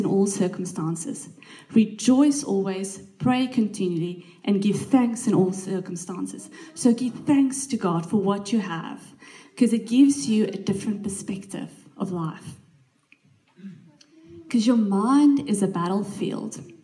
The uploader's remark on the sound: This message was recorded live at our Malmö Gathering on Sunday, September 10th, 2023. C3 Church Malmö & Lund.